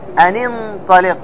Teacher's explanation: تحذف الهمزة حال درج الكلام · Term: همزة وصل